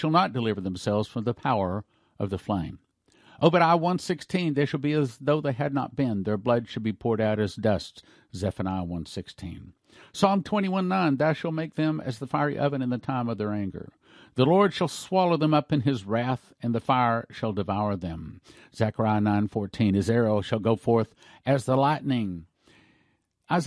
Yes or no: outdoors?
no